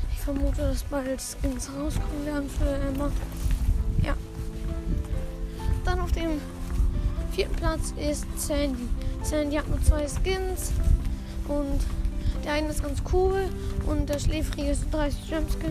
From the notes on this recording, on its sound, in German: Sorry wegen den Hintergrundgeräuschen.